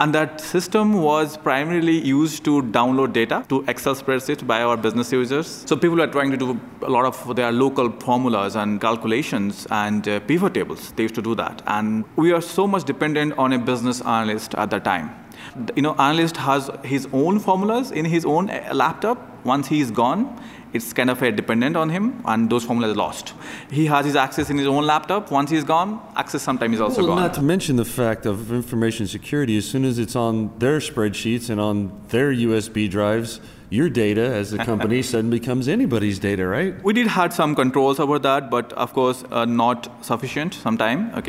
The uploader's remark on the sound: Recorded at TechEd 2016 in Las Vegas.